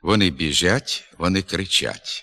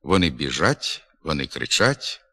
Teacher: Не відповідає літературним нормам і властиво окремим українським говорам пом'якшена вимова шиплячих перед «а» дієслівного закінчення третьої особи множини. · Shown in: first take